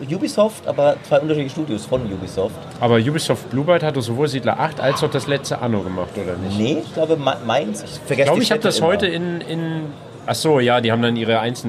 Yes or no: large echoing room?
no